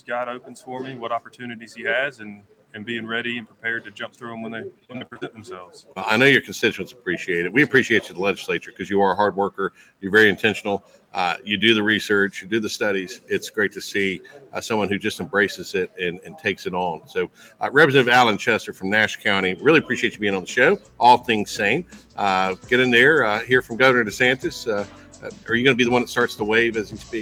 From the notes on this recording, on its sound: LIVE from the American Legislative Exchange Council Annual Conference. LIVE FROM ORLANDO at the AMERICAN LEGISLATIVE EXCHANGE COUNCIL ANNUAL EXCHANGE.